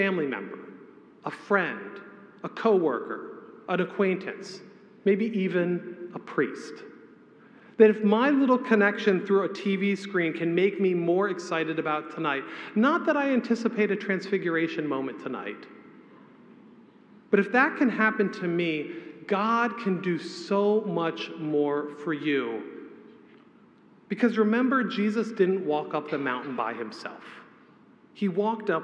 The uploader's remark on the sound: A homily preached on the Last Sunday after the Epiphany, February 11, 2024